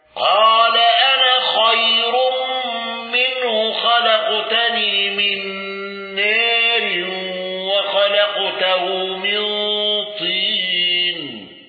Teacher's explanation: الأزرق بالنقل وترقيق راء خير وتقليل نار